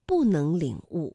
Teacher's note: 因为能是二声，所以不在这里读四声